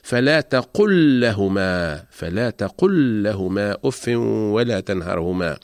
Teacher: فلام الفعل الساكنة أتت متطرفة في آخر الكلمة وأتى بعدها حرف اللام المتحرك، إذن تدغم لام الفعل الساكنة في لام لهما، ويحذف السكون من فوق لام الفعل ويتم تشديد اللام الثانية، وذلك للدلالة على الإدغام، فتقرأ لاما واحدة مشددة ولا يتم الفصل بين اللامين